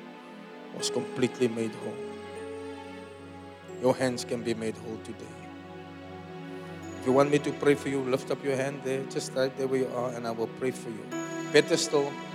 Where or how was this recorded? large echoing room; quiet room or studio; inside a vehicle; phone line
large echoing room